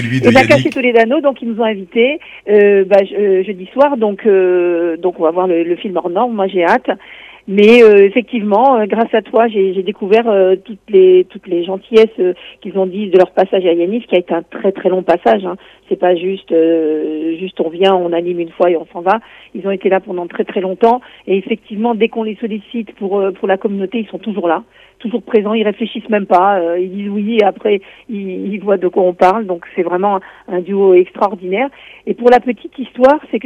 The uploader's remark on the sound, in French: En studio et au téléphone.